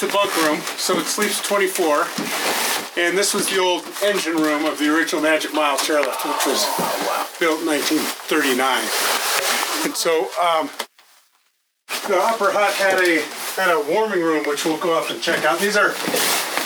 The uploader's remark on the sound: Wind affected audio edit, best listened to with earphones.